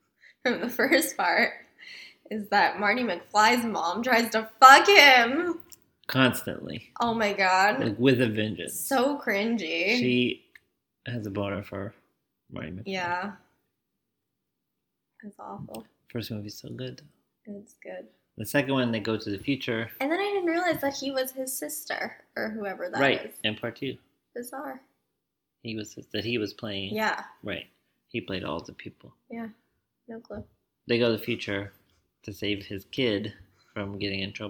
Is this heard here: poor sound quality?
yes